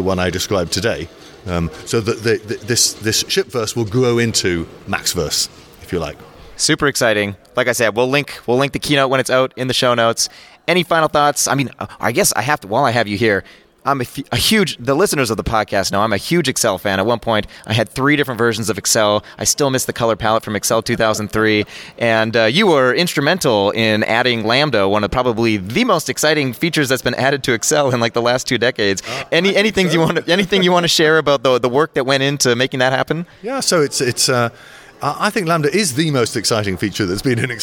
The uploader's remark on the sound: interviews speakers & organizers live from Lambda Days 2023